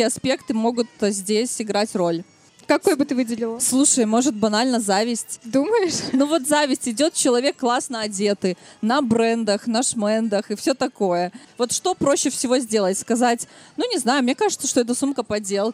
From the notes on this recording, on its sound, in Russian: Четвертый сезон было решено начать нетипично — запись выпуска прошла публично, на одной из площадок городского пикника Vulitsa Ezha (поэтому не пугайтесь непривычного звука и небольших посторонних шумов).